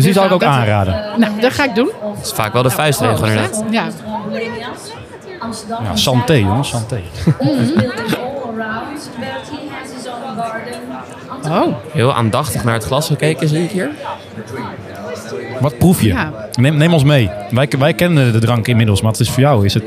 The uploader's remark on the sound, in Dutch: Deze aflevering van de Stamtafel - Dé podcast over gastvrijheid - is opgenomen te midden van de Horecava. Met dank aan SVH voor een plekje op hun Horecava stand.